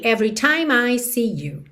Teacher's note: E time, o E final não é pronunciado. Aqui então você já junta o M no I